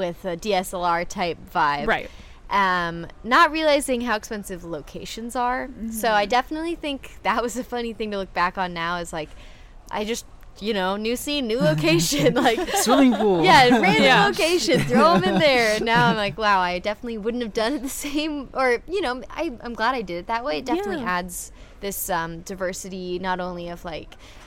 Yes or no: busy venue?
yes